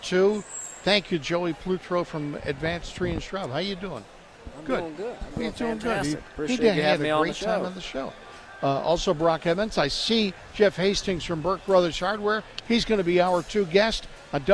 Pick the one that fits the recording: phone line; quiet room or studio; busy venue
busy venue